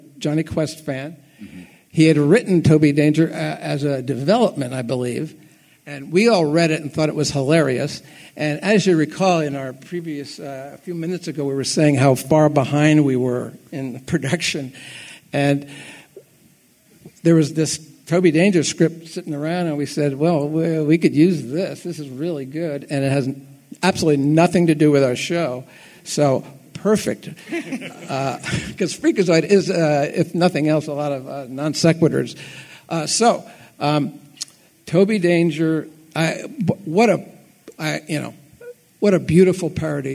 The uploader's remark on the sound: Today's episode features panel audio from the 50th Anniversary of Freakazoid at FanX in Salt Lake City!